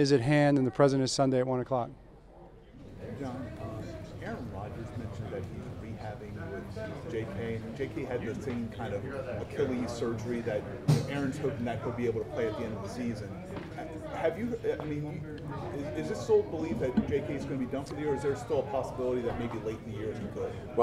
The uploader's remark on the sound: Press Conference (10/6)